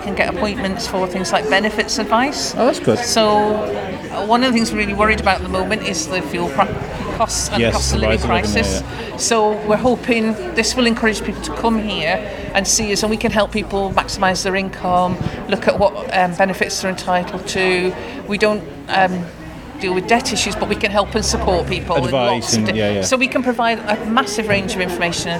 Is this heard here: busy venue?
yes